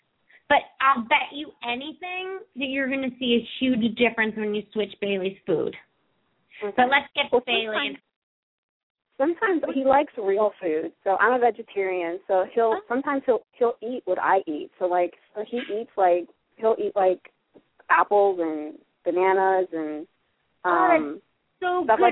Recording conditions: phone line